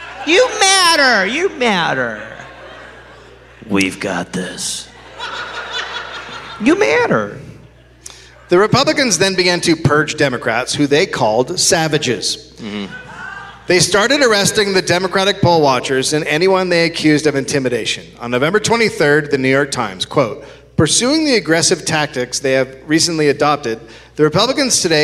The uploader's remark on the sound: Live from the Oriental Theater in Denver, Colorado.